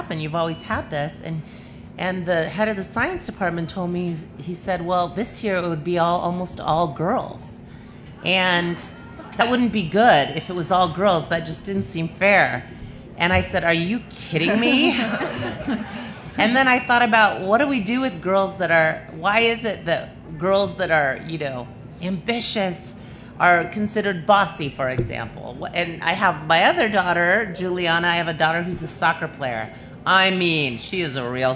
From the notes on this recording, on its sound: A panel from the Pima County Public Library Nuestras Raices Pavillion at the 2015.